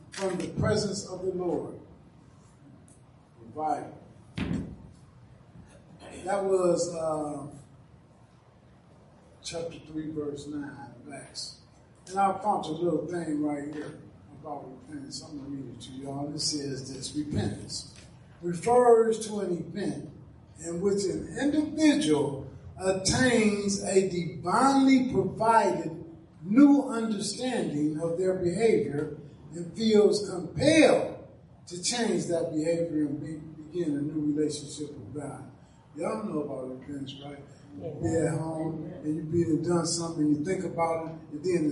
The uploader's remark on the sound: Ash Wednesday Service at New Life At Calvary.